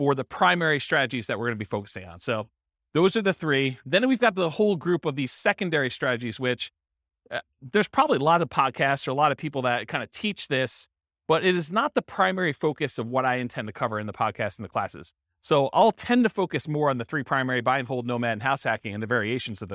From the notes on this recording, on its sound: This was a live class recorded